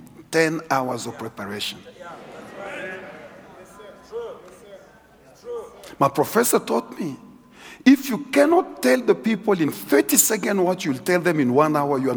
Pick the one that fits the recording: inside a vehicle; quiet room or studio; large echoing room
large echoing room